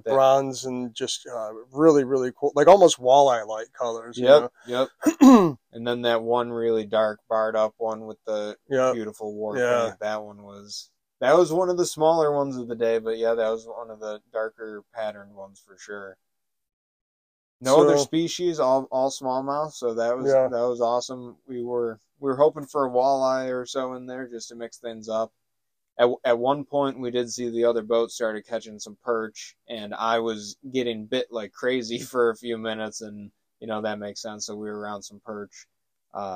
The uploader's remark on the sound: They recorded from the road while recon’ing the fishery to provide a report of current conditions.